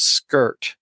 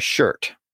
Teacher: in Old English, that sk sound shifted to a sh, sh sound